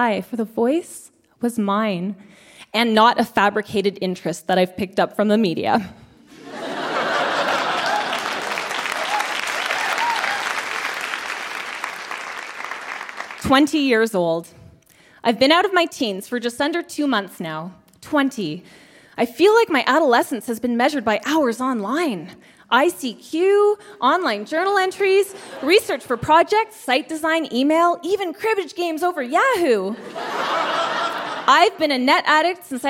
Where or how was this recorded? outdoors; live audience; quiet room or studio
live audience